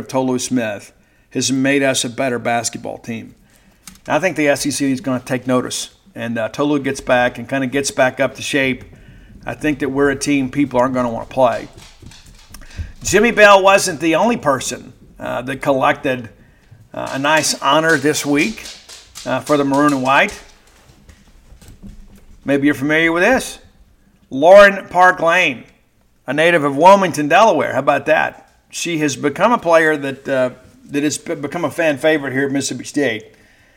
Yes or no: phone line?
no